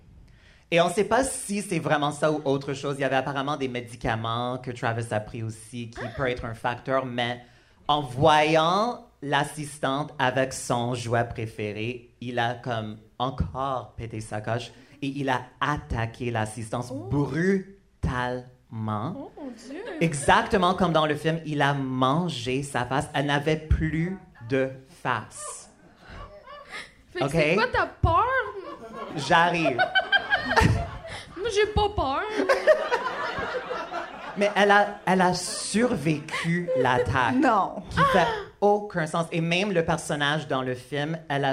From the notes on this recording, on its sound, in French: épisode spécial “live à Québec” durant le Comédiha Fest